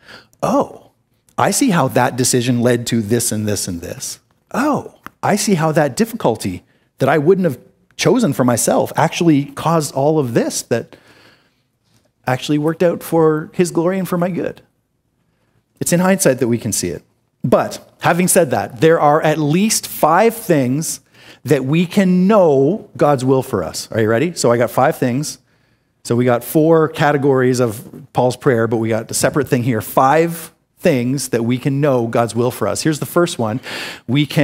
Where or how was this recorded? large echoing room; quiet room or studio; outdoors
large echoing room